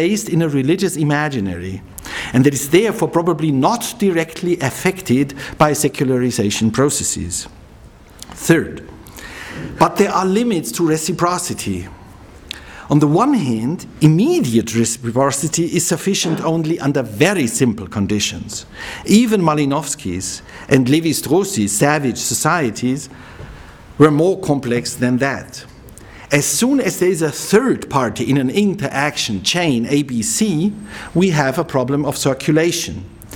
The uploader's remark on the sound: He delivered this lecture on October 13, 2009 at the University of Chicago's Classics Building.